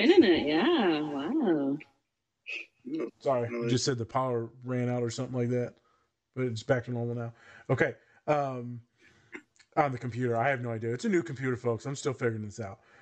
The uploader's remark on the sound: Visual & Audio issues, our apologies